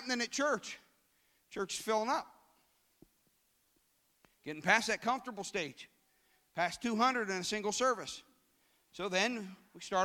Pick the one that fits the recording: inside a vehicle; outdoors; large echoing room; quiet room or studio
large echoing room